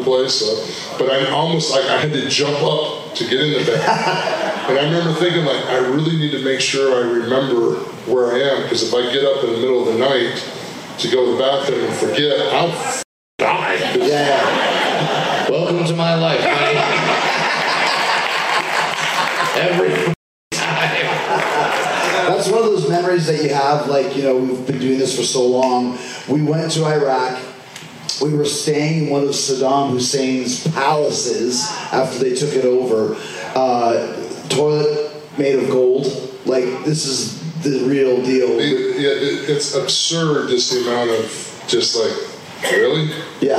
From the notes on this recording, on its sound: You never know what might happen on the … Rock & Wrestling Rager at Sea, and that includes live podcasts!